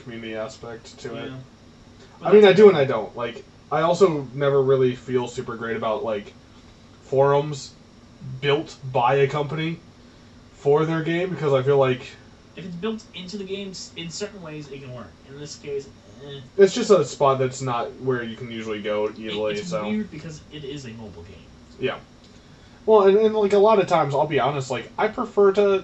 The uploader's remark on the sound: I am sorry the audio is bad. The mic just wasn't picking us up well.